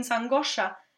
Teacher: That sh sound in sangoscia si? is doubled